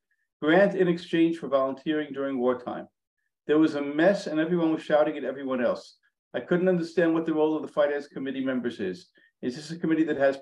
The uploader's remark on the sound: in this recorded webinar